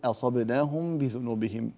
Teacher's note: أما في حالة الابتداء إذا أردت أن تبتدئ بكلمة أصبناهم فإنك تحقق الهمزة